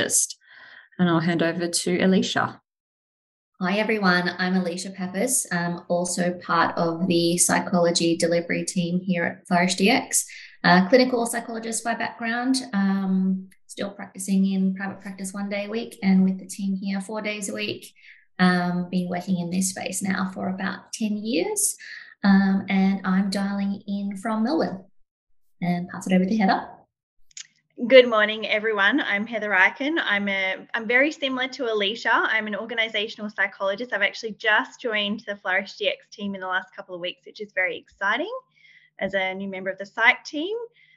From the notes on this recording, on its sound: a recorded webinar